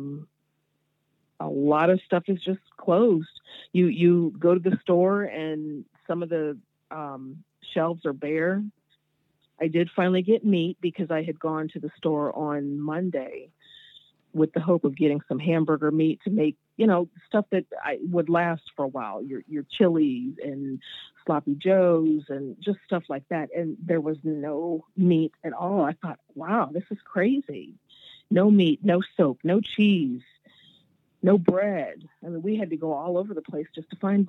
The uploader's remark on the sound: on the phone from Ohio